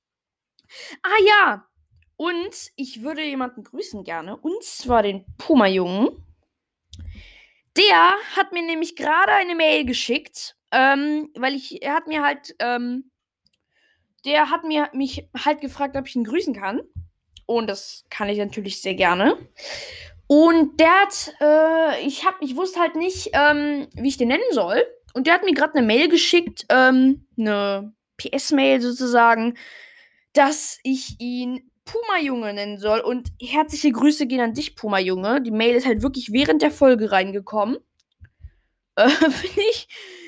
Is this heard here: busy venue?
no